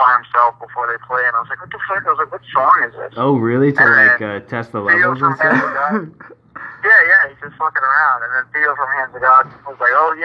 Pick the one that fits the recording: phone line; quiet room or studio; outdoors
phone line